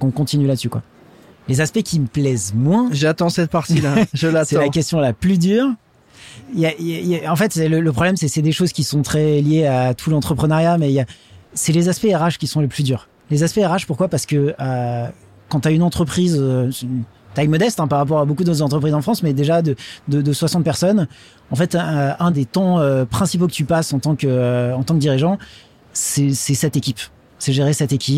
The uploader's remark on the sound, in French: En direct du salon Go Entrepreneurs.